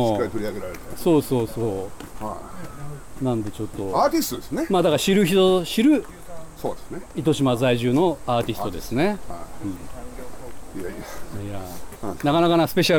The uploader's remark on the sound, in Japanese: 姫島初上陸！予定も決めず、ただ島を歩いているところを録音しています。海や風の音、歩く音、雑音なども拾うので。